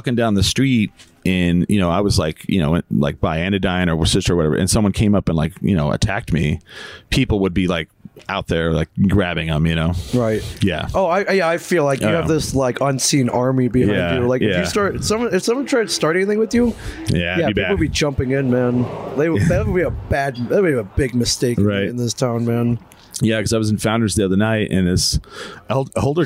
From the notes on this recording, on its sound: Recorded at Castle Coffee